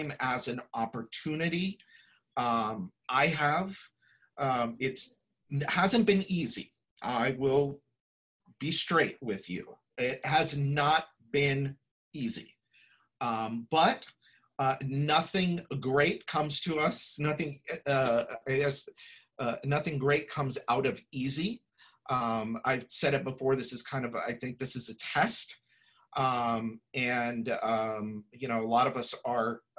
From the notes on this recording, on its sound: Listen to this replay of the LIVE webinar.